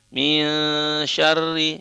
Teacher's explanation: ada nun sukun bertemu min syarri, itu juga ditahan selama dua rakaat. Jadi tidak langsung min syarri, tidak.